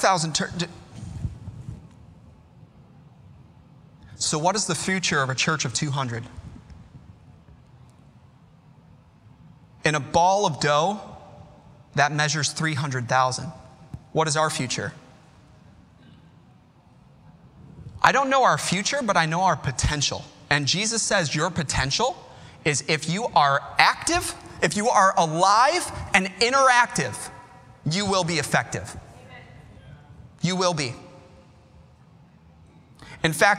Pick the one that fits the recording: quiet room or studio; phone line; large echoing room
large echoing room